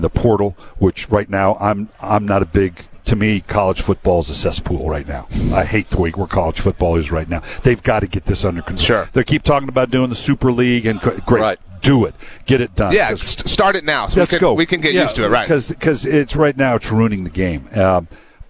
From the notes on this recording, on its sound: LIVE on Radio Row all week long